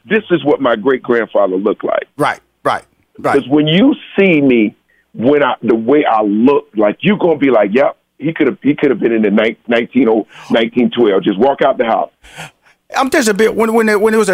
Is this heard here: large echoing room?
no